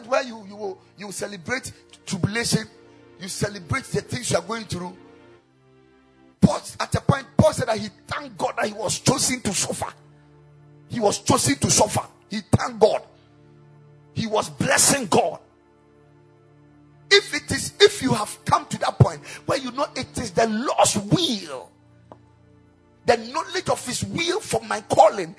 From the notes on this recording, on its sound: Preached at the Kingdom Sight Service.